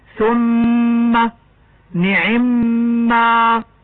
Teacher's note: يجب إظهار الغنة على الميم المشددة